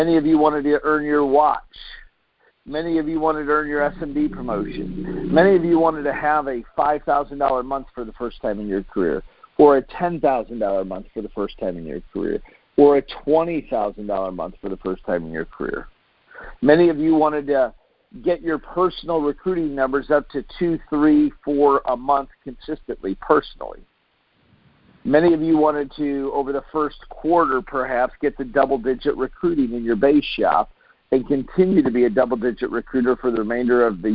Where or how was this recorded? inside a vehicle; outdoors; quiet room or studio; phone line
phone line